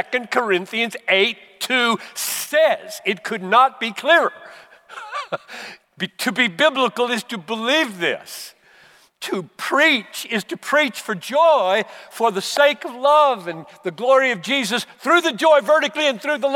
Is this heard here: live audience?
yes